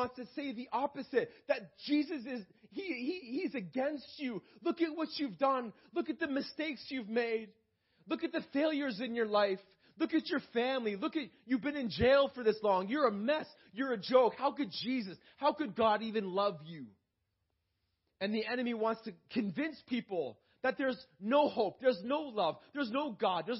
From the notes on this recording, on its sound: This message was preached in May 2018 at Freedom Life Church in Kitchener Ontario